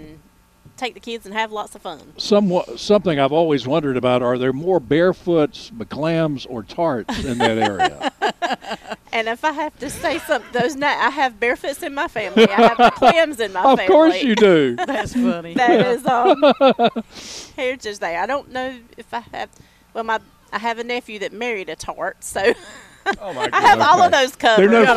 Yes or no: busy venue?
yes